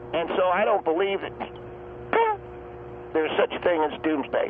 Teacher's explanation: Yeah, you heard what we call a residual. It was a glottal hitch. What that does is it betrays emotion and fear.